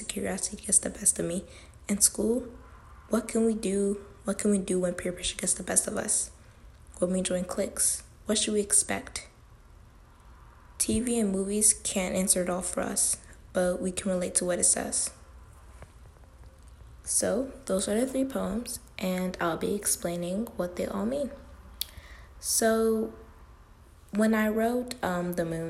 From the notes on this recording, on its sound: Sorry about the background noise!